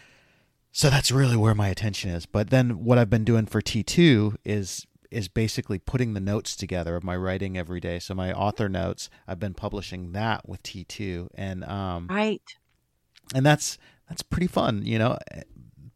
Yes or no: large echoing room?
no